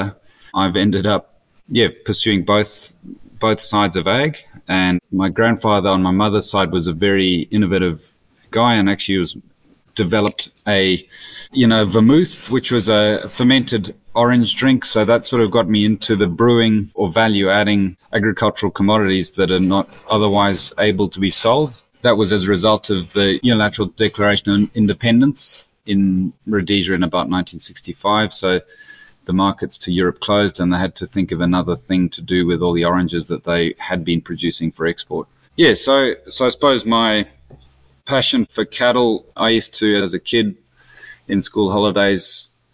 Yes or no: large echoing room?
no